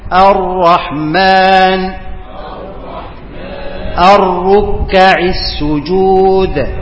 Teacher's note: ارتعاد ظهر طرف اللسان، اللسان كأنه ارتعش كده · Term: تكرير